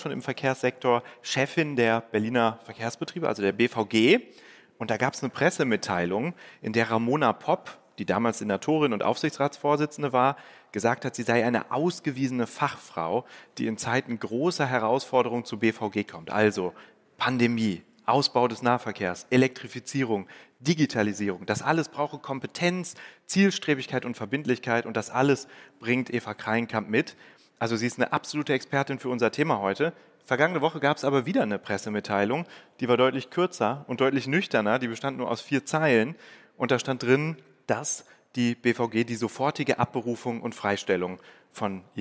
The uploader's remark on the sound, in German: beim Podcastfestival von ZEIT ONLINE im Berliner Westhafen live aufgezeichnet wurde